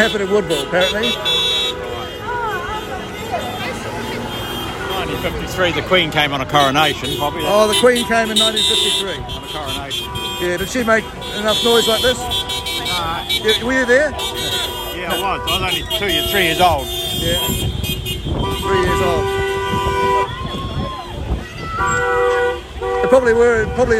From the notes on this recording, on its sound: on the ground in Woodville, New Zealand today